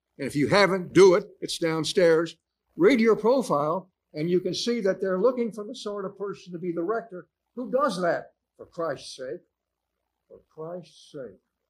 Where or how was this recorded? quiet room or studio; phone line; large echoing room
large echoing room